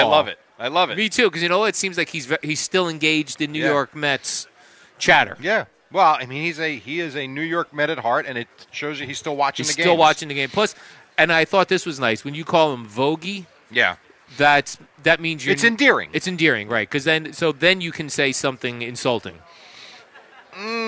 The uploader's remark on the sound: Kicking off summer live from D'Jais in Belmar.